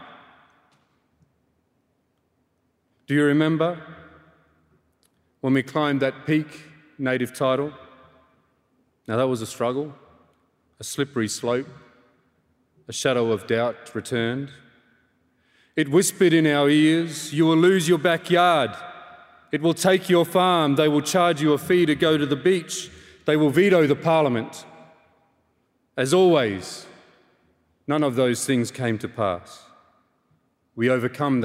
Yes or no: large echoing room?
yes